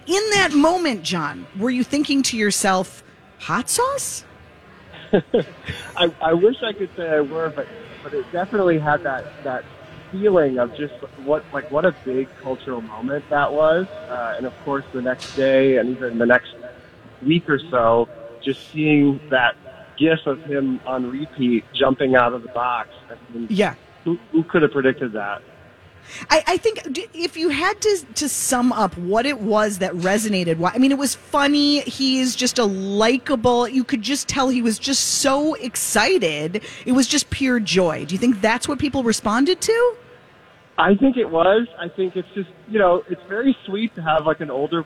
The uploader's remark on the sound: broadcast live from the Minnesota Golf Show in the 2nd hour